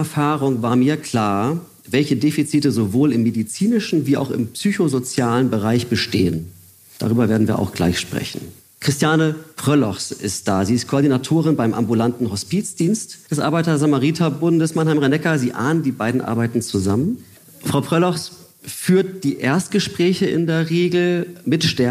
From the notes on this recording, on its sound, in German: Der Titel einer Podiumsdiskussion des "Mannheimer Morgen" in der Mannheimer Abendakademie. Mit Expertinnen und Experten vor Publikum führte. Bei dem Gespräch wurde auch gelacht.